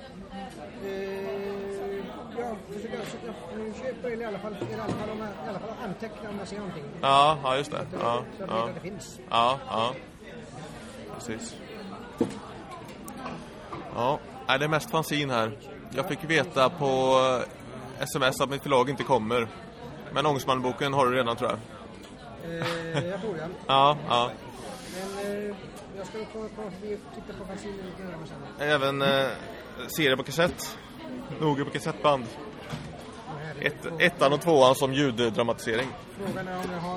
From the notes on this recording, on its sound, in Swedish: Har bord på Stockholms Internationella Seriefestival. Direkt från försäljningsbordet, mitt i festivalvimlet.